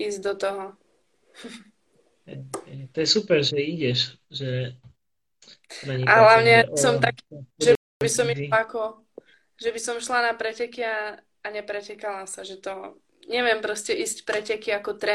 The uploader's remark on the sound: This episode of the Podcast has been recorded through Instagram Live